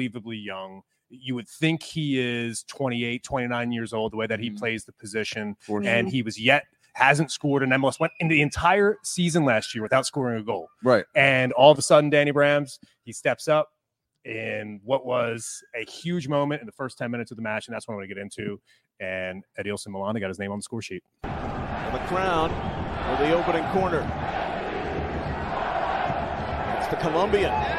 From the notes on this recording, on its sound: Live From HopFly!! Set up shop at HopFly for this season's inaugural Sunday Recap Show.